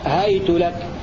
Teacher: بفتح الهاء وياء ساكنة وضم التاء هيت لك مبنية على الضم مثل حيث.